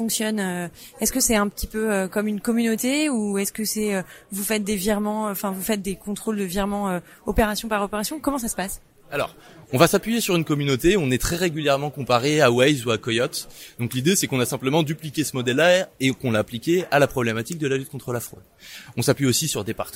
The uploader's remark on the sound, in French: Les Assises de la Cybersécurité à Monaco. Enregistré, monté et publié sur le salon des Assises de la Cyber à Monaco.